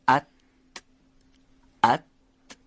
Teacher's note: حرف ته دو نقطه از برخورد روی سر زبان به سقف دهان تلفظ میشه، انصدادی عمل میکنه و نازک هم هست